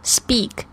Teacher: 这个 p 呢，在这个 s 的后面的发音的时候，就会发成这个浊音的 b 的这个 b 的声音